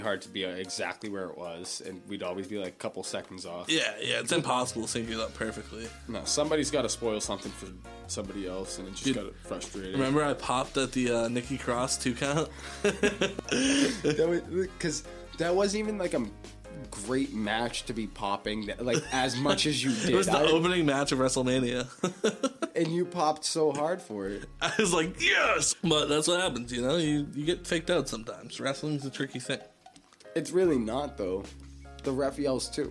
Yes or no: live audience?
no